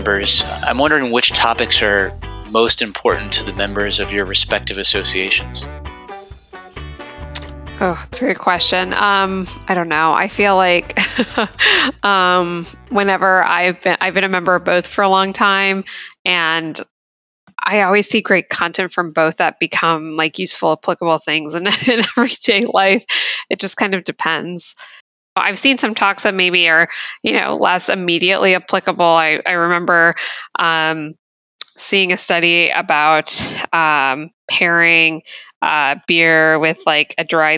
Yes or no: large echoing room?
no